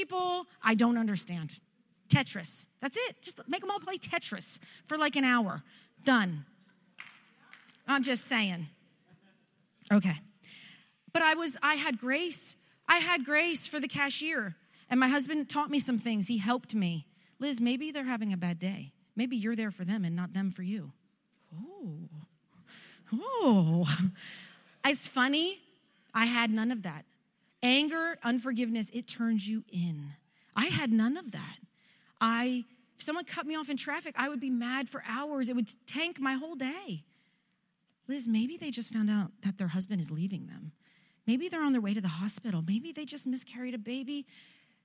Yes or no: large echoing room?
yes